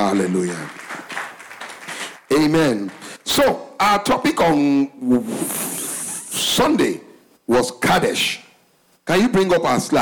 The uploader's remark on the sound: Recorded LIVE at our Interactive MidWeek Service